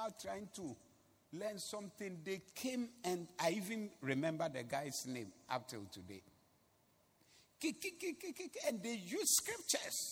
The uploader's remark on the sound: Preached at the Doxa Service on 11092022